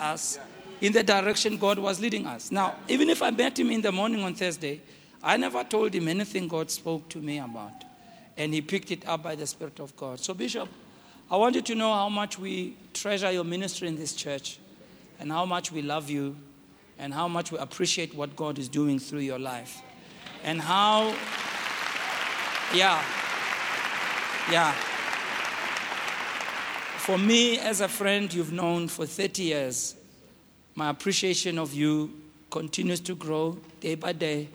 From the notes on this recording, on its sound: preached at the MOH Session, hosted at Grace Bible Church Pimville on the 13th of August 2022